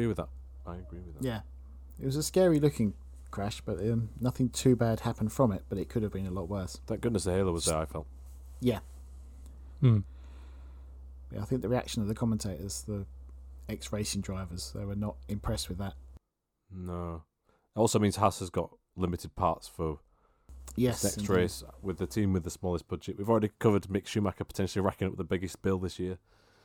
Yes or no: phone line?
no